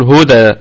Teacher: الكلمة كلها مرققة، والدال فيها قلقلة نسبية وليست قلقلة صغرى، لأن هذه الدال متحركة بالفتح مع التنوين طبعا.